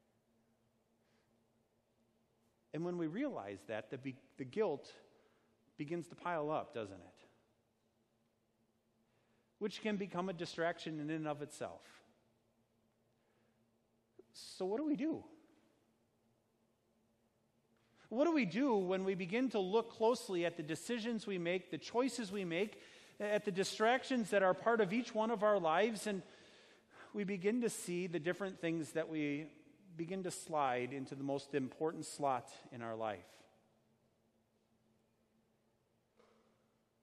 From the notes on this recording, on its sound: Sermon preached at Our Savior Lutheran Church in Birmingham, AL, on Sunday, October 6, 2019.